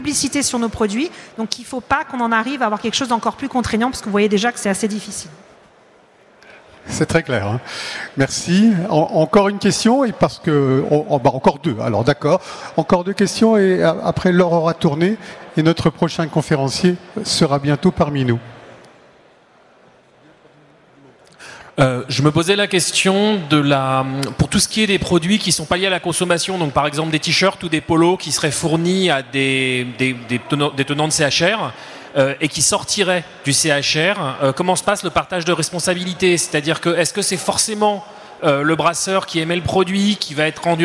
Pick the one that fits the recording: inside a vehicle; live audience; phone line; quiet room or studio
live audience